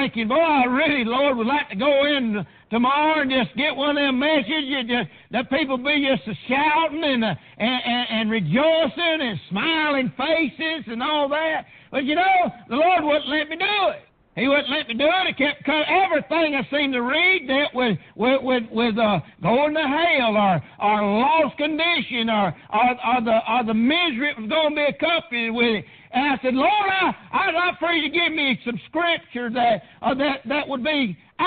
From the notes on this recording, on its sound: Preached on June 30th 2019 at Prayer Baptist Church